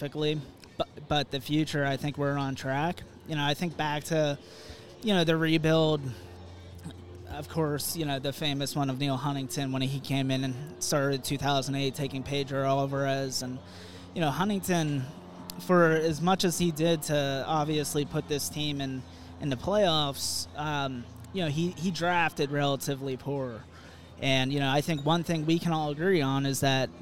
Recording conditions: busy venue